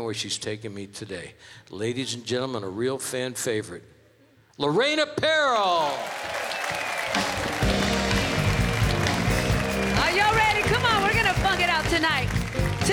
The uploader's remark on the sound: Live at the South Point Casino